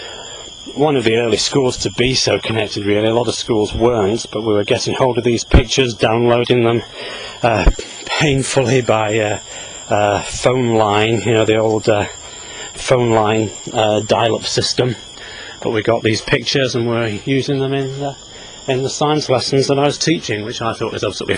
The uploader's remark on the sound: while out walking his dog